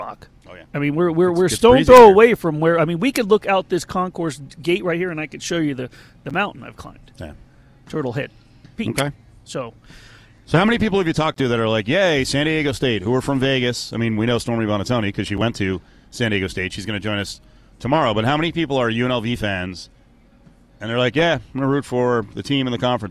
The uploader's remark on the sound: LIVE AT LV BALLPARK